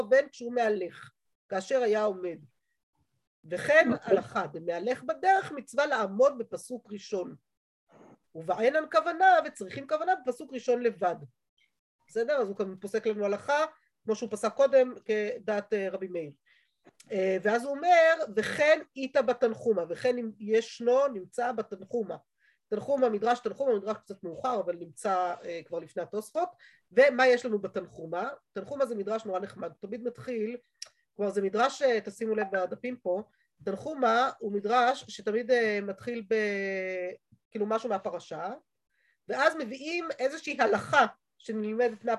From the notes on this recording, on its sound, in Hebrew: השיעור הועבר והוקלט בזום בחודש אדר א ה'תשפ"ב.